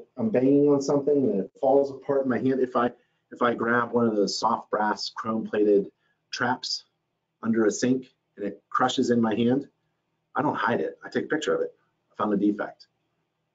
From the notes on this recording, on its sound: Video recording of a webinar. Video recording of a webinar.